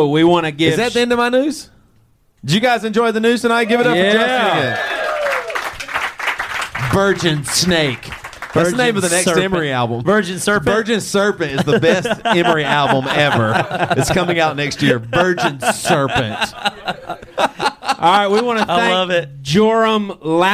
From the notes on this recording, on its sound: Live In Milwaukee. Roving reporters.